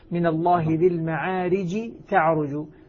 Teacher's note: فهنا الجيم أضغمت في التاء، وهي طبعا إدغام كامل، أصبحت تاء مشددة